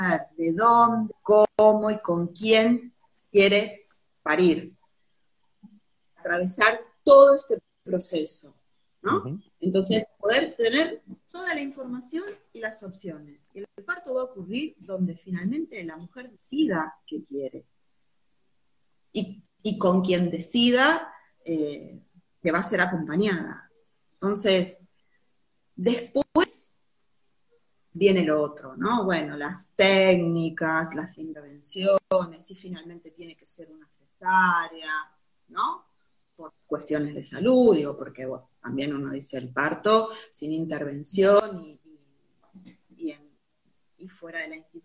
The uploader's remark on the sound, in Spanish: Audio de la charla en vivo por Instagram